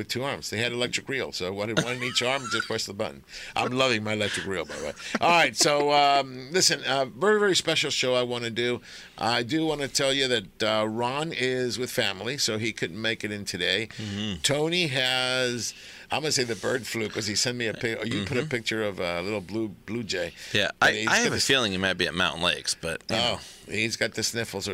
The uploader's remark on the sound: On AM 830 KLAA. "LIVE" from Angel Stadium in Anaheim, CA.